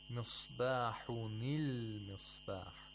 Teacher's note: So it's a sakina letter again. So you have to give a kasra to the noon of tanween. · Term: iltiqa al-sakinain